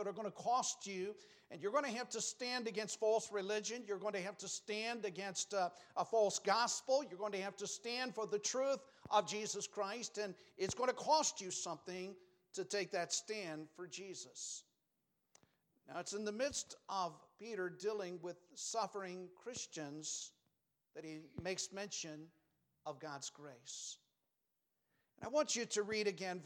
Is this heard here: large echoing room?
yes